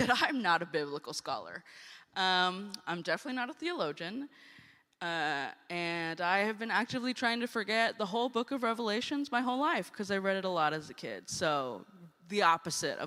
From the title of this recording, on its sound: Guest Preaching at First United Methodist Church of Costa Mesa